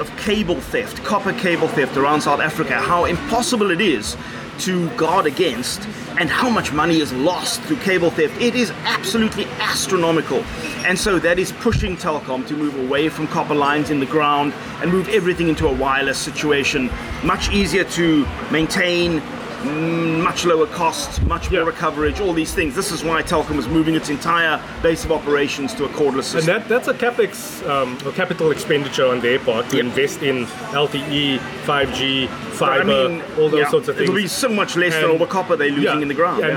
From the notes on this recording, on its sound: South Africa's most accessible consumer technology podcast escapes the Cape Town heat, but has a fan blowing directly onto the mics. Recorded at The Kitchen. Mixed and recorded on Samsung Galaxy S10 + Samson Go Mic.